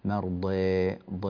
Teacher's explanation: في قوله تعالى: وإن كنتم مرضى، التقليل عندك كان زائدا نسبيا فصار قريبا إلى الإمالة، مرضى ض هكذا زائد، مرضى ض.